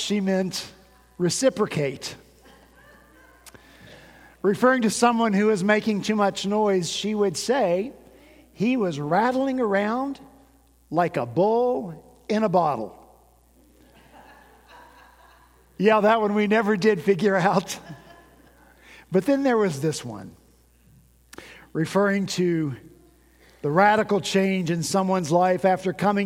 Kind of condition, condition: setting, large echoing room